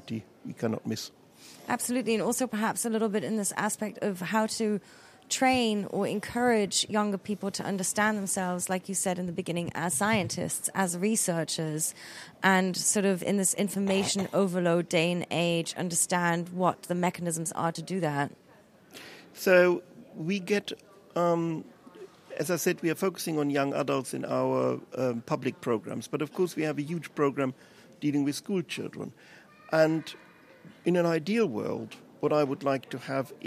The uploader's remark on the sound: The attendees of the panel at Kraftwerk Berlin.